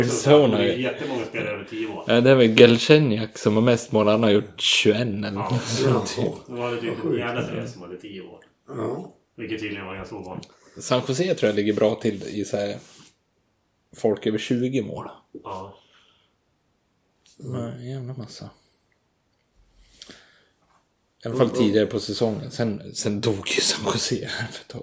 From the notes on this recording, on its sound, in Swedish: Lite kaxigt slänger vi igång micen utan någon som helst soundcheck, vilket tyvärr hörs. Lite taskigt ljud.